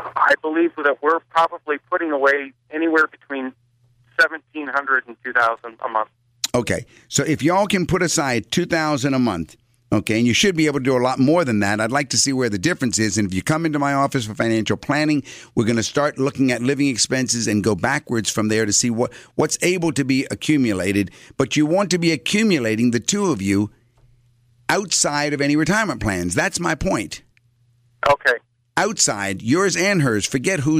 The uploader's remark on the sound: Financial planning call-in show.